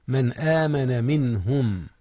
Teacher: أظهرت النون قبل الهاء وهي من أحرف الحلق